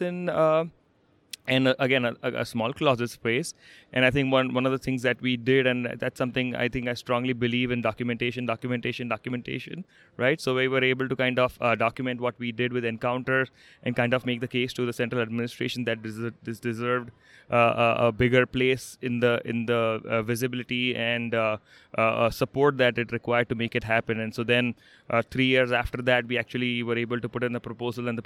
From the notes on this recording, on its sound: live in the expo hall in Las Vegas during the 2019 NATA Convention